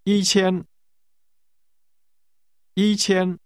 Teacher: Notice the two high-level tones.